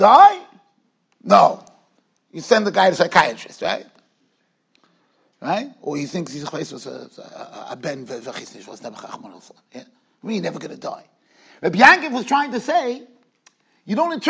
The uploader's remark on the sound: Shiur recorded in Yeshivas Ohr Reuven, Monsey, NY.